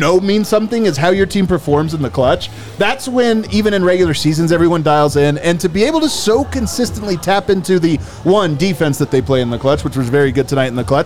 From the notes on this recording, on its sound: Come to you LIVE from the DNVR Bar.